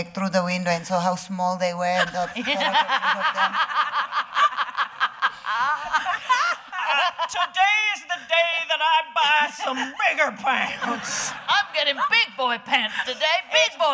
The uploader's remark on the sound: We finally heard from a member of the audience